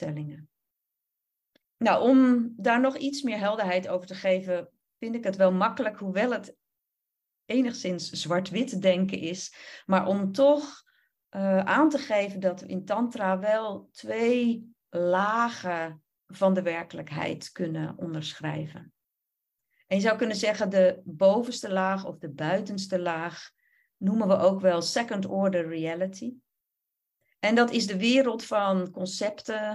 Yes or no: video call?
yes